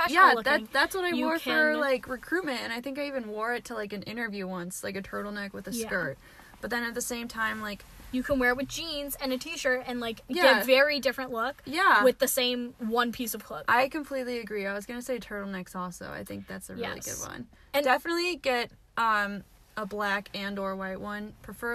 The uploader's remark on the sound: we recorded this episode in a parking lot so tune in as we are flirted with (or threatened) by another car that decided to join us